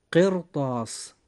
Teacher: حرف الراء جاء هنا ساكنا وقبله جاء حرف القاف مكسورا وبعد حرف الراء جاء حرف من حروف الاستعلاء وهو حرف الطاء، فوجب أن نفخم الراء في هذه الحالة فنقول قرطاس. · Term: تفخيم حرف الراء